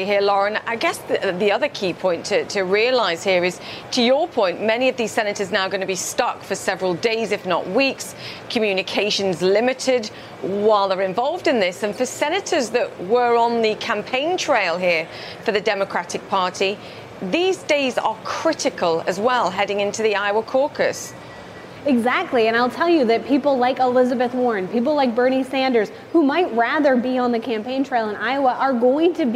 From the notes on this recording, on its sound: live from the New York Stock Exchange